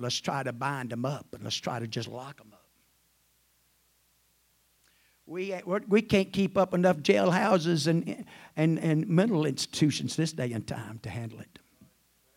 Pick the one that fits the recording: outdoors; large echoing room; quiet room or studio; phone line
large echoing room